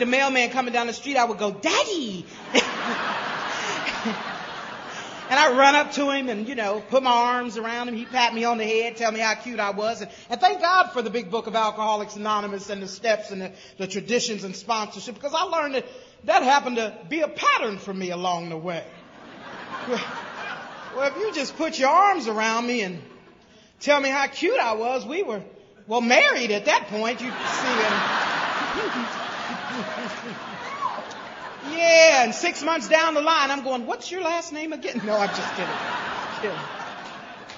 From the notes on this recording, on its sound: speaking at the 23rd Gopher State Roundup in Bloomington MN in 2006